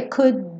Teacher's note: Percebe que esse D não precisa ser could be. Eu só encosto lá a língua no céu da boca para fechar esse D.